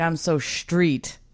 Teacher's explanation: I have also noticed the H being added on to S words